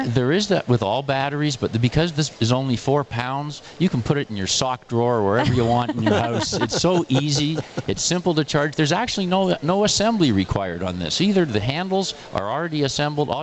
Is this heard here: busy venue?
yes